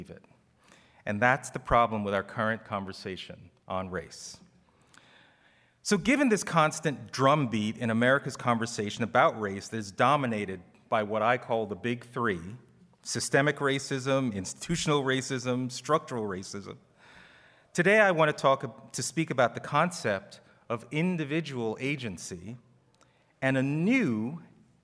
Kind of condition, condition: setting, live audience